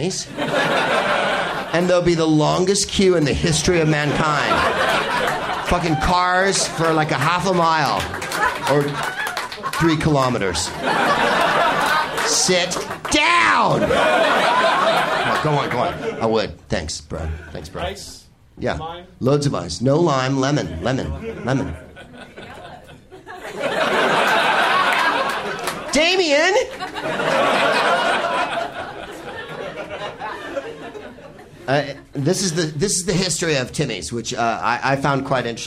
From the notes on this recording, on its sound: Live from The Comedy Bar in Toronto